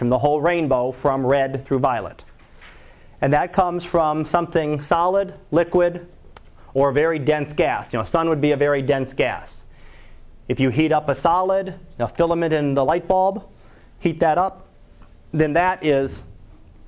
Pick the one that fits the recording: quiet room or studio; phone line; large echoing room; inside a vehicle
large echoing room